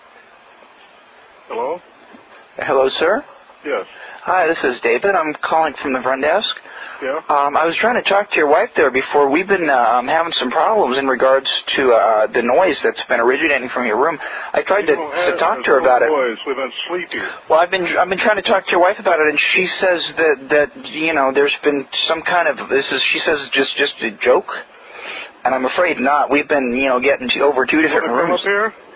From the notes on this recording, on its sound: RBCP's Personal Prank Phone Calls Collection. Hotel front desk pranking guests.